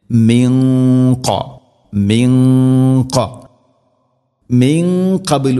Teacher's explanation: മിൻ ഖബ്ലിഹിം സാകിന നൂന് ശേഷം ഖാഫ് ഇഖ്ഫാ ബിഗുന്ന ഖാഫ് സ്വരഭാരത്തിൽ ഉച്ചരിക്കേണ്ട അക്ഷരമാണ്, അതുകൊണ്ട് അതിൻ്റെ കൂടെയുള്ള ഗുന്നയും സ്വരഭാരത്തിലായിരിക്കാൻ ശ്രദ്ധിക്കണം.